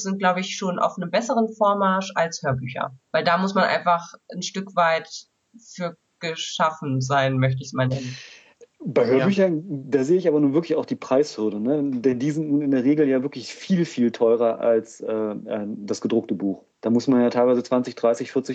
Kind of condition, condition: link, video call